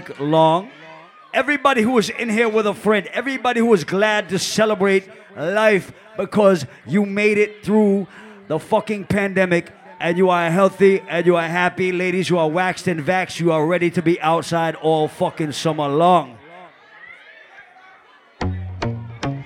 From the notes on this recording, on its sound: LIVE AUDIO ! Live audio recording from the Island Satudays launch on Saturday July 10th in Providence, RI.